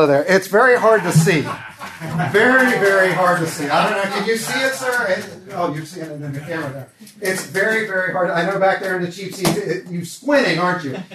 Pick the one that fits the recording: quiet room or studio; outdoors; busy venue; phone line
busy venue